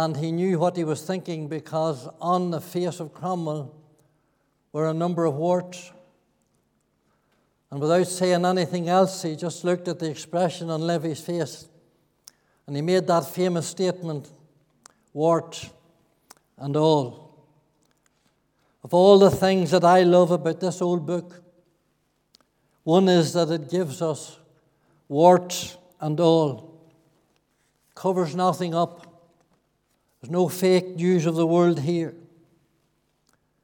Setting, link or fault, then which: setting, large echoing room